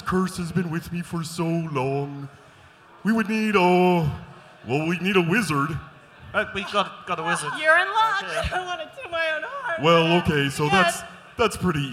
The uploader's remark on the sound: (GeeklyCon 2017 Liveshow). This episode was recorded live on stage at the Old Rock House in St Louis during the GeeklyCon 2017 Liveshow.